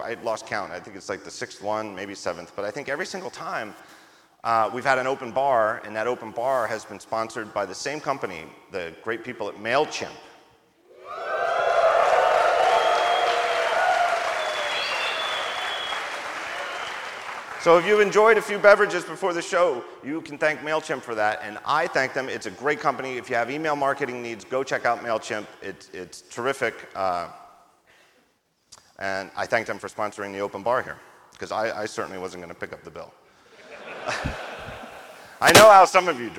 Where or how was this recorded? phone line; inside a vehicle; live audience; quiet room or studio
live audience